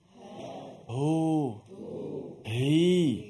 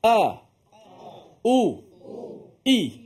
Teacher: Huruf ha lemah kan, kerana dia tidak pegang pada makhraj tu kuat. Sentuh patut lepas macam tu. Hamzah dia pegang lama. Jadi kita nak latihkan huruf ha ni, jangan bagi dia lemah sangat.